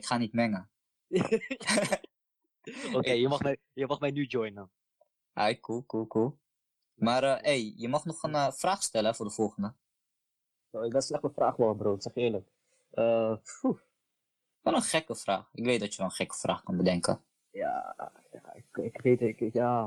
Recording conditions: video call